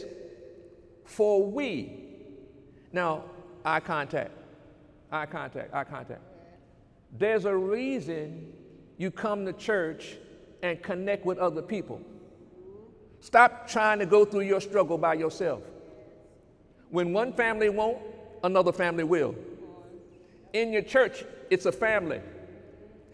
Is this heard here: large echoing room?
yes